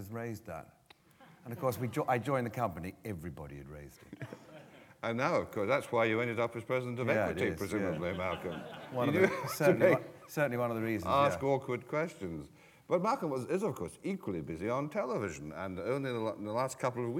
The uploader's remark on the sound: This is a live recording of a Platform event from September 2012.